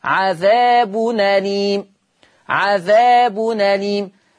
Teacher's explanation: أخد الفتحة اللي على الهمزة وحطها على النون، فتصير نون مفتوحة